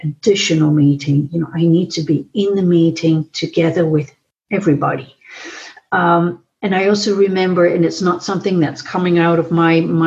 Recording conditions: video call